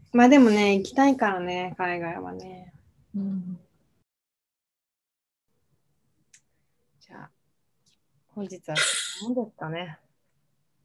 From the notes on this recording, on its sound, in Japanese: 東京と富山でzoomにて収録